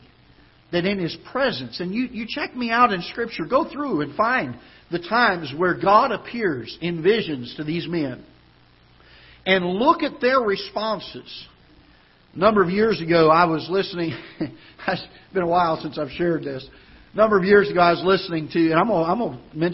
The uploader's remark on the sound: Ketha Heights Baptist Church ~ Live Broadcast